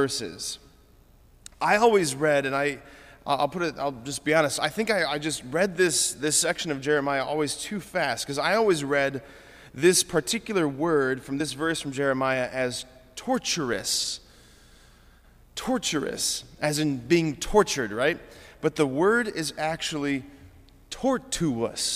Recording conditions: large echoing room